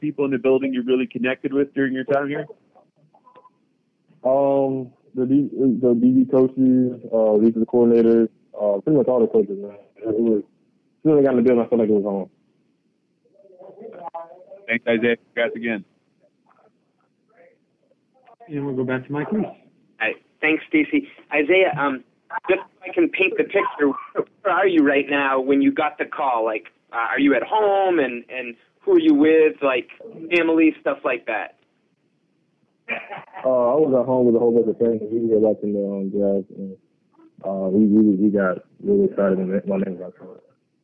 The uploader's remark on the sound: addresses the media during his conference call on Saturday, April 29, 2023